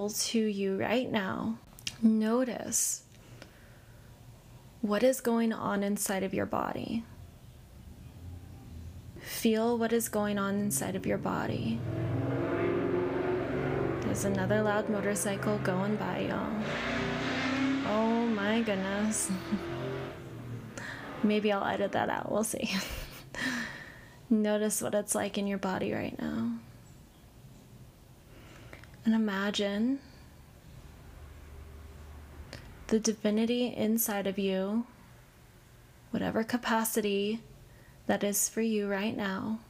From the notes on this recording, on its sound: There is a lot of background noise in this episode. I'm not sure why my microphone recorded so much background noise and I didn't know until after the whole episode was recorded.